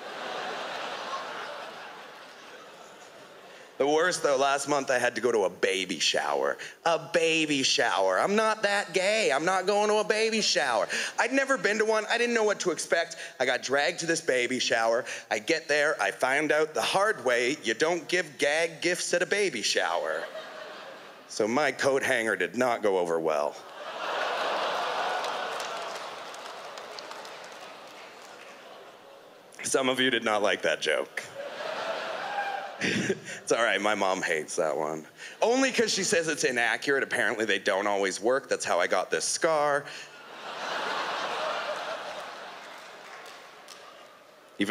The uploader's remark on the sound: stand up from the Just For Laughs Festival in 2016